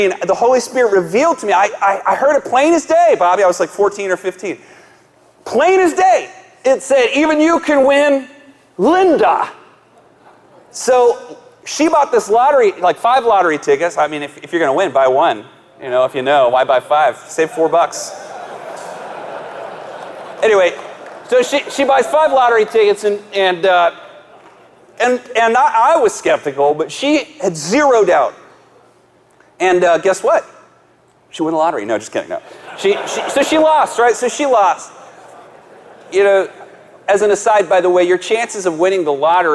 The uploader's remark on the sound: live message from the Kingdom Men's Gathering